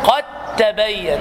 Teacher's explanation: الدال مع التاء يجب الإضغام، فتقول قد تبين، لا تقول قد تبين، وعندك علامة الإضغام، الدال ساكنة والتاء متحركة، الدال في التاء عندنا تاء صار عندنا خلاص تاء مشددة، فتقول قد تبين، لا تقول قد تبين أو قد تبين، قد تبين إضغام في حرفين متجانسين في الدال والتاء لأنهما يخرجان من مخرج واحد مع الاختلاف في الصفات، قد تبين.